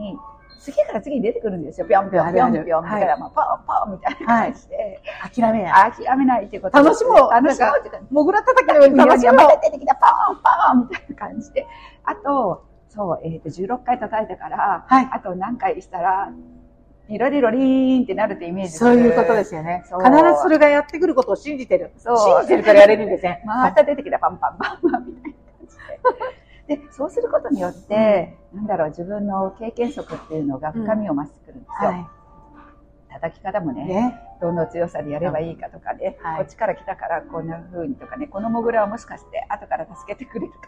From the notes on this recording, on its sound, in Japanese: 室外での収録のため聞きずらいところがございますが